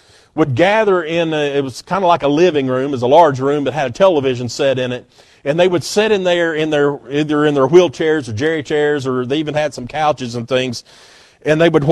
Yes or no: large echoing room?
yes